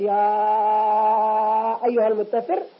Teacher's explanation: أما مثل ورش فيمده تقريبا 7 حركات · Term: المد المنفصل